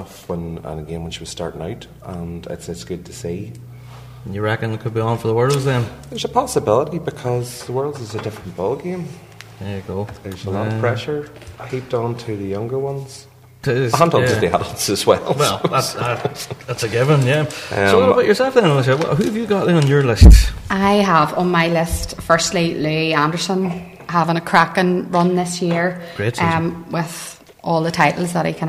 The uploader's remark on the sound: BIG RAB SHOW PODCAST LIVE AT PIPING LIVE 2019.